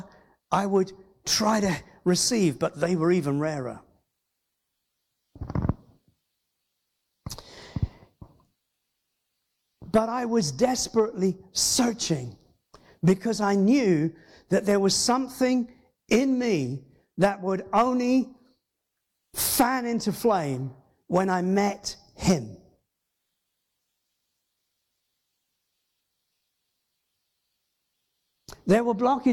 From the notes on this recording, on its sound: Christian Life Church Hereford // Father's Heart Conference